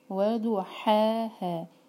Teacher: پہلا جو ہا ہے وہ حلق سے نکالیں گے اور سیکنڈ والا جو ہا ہے وہ سینے سے